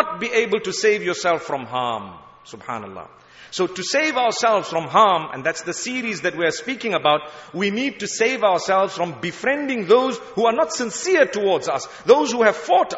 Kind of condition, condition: setting, large echoing room